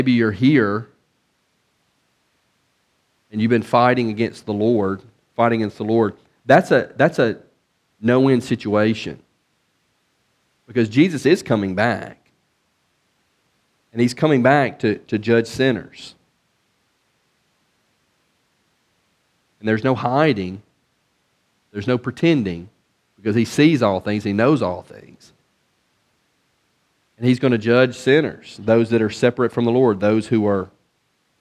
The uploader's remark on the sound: from the pulpit of Beaver Baptist in Brighton, Tn.